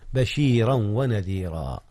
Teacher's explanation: أدغم تنوين بشيرا في الواو التي هي حرف العطف · Term: الإدغام